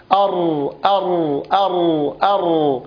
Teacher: الراء فيها اشتراك لظهر اللسان، فيها اشتراك لظهر اللسان مع اللثة أر أر أر أر، أن يلصق اللافظ ظهر لسانه بأعلى حنكه لصقا محكما مرة واحدة، ومتى ارتعد حدث من كل مرة راء، ومتى ارتعد طرف اللسان حدث من كل مرة راء.